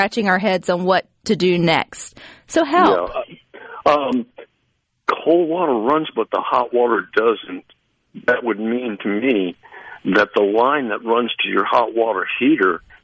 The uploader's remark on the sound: joins the conversation by phone